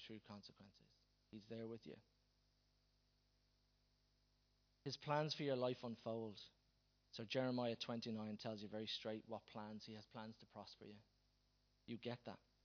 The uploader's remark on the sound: Recorded live at Liberty Church on 28th April 2019